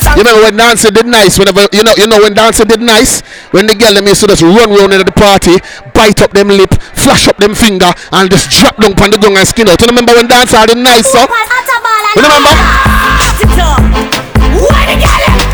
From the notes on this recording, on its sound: live at the legendary freaky fridays